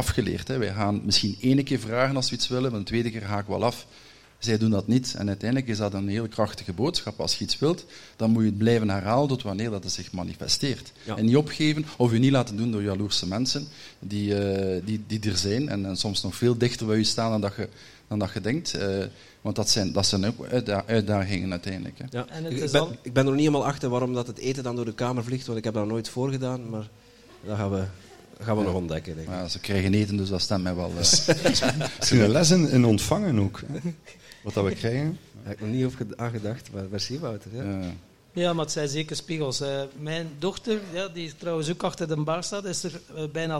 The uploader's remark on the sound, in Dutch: Live op TimTom Festival'23.